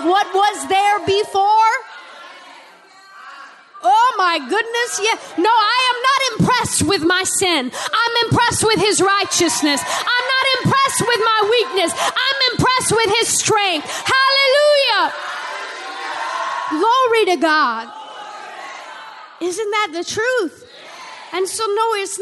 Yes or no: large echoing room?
yes